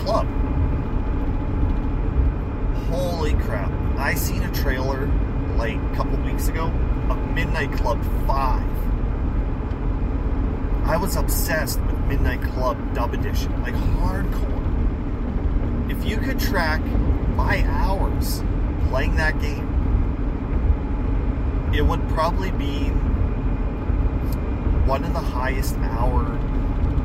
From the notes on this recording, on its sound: Of course I screwed up on the audio again because I had my FM modulator plugged in which cancels by microphone so there's going to be a lot of loud background noise.